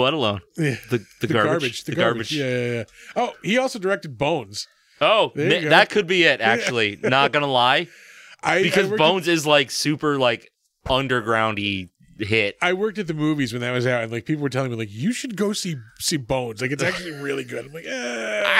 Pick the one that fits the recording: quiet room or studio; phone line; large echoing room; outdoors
quiet room or studio